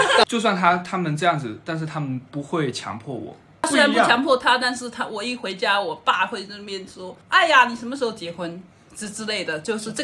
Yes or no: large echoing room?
no